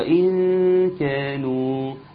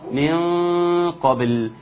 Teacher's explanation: الغنة المرققة هو إن كانوا مرققة، والغنة المفخمة من قبل الغنة مفخمة